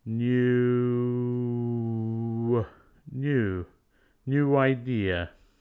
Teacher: if you say the oo of new, your lips will naturally round to form a w sound